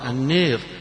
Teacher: النار بالتقليل فيها يقرأها البعض بالإمالة